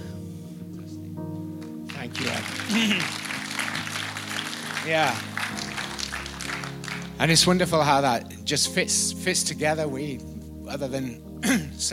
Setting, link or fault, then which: setting, live audience